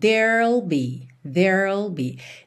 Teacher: There will está contraído. Então a gente tem there e depois já o L.